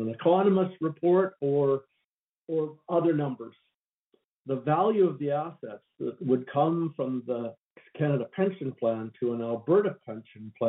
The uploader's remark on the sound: Calgary Telephone Town Hall